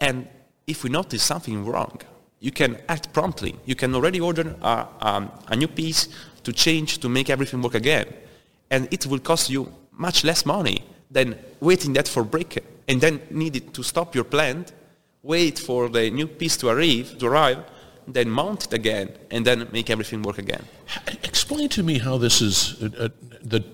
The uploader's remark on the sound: Industrial Talk is onsite at Hexagon LIVE